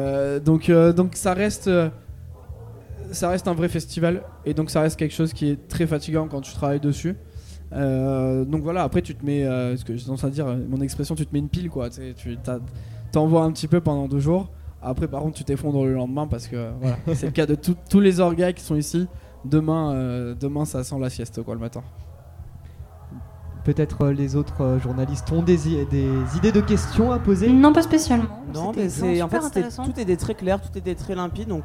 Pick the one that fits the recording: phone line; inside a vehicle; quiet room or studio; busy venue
busy venue